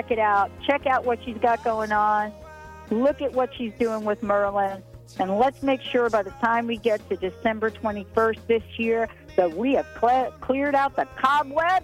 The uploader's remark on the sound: A total call-in show.